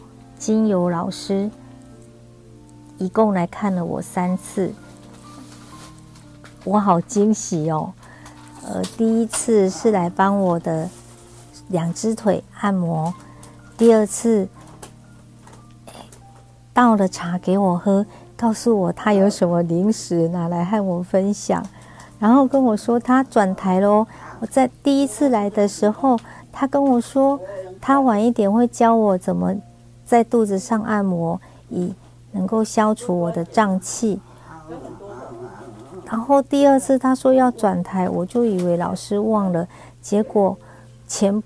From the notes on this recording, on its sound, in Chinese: 錄音的時候是白天，所以旁邊有我同行病友們的聲音，還希望大家別見怪